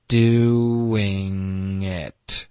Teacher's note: OK,所以开头我们有一个 I'm just...然后这里他发的比较清楚,OK,他没有什么省略音等等。后面呢,doing,这里有一个很清楚的一个 w 的音,do,你的结尾就成会嘟起来,doing,你放松嘴唇进入到 in,就会导致一个 w 的音。这个不要太刻意的发,doing,doing,这是一个副作用的发音。因为前面的 w,你嘟嘴了，你的嘴唇紧了，就会导致这个 w 的音。doing 的这个后鼻音要连读到后面的 it